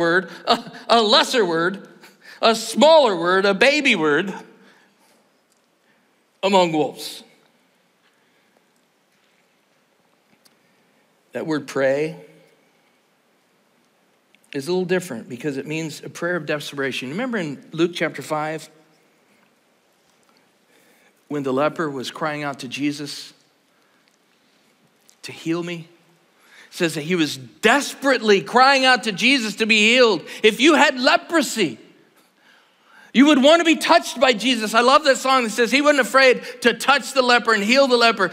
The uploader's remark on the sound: Tonight's service is part of the 2024 GO Conference at Cedarville University.